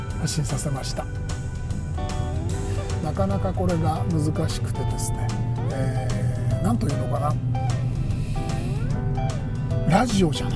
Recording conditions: inside a vehicle